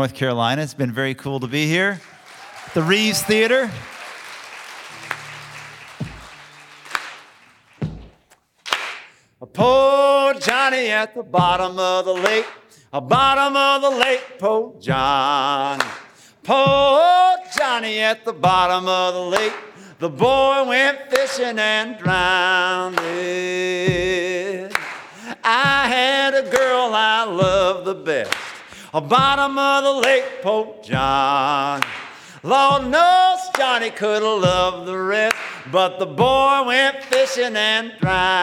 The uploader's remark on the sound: Live at the Reeves